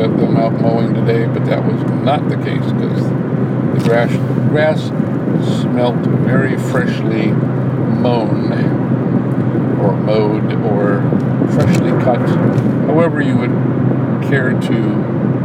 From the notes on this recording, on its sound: Commentary while driving home from the grocery store.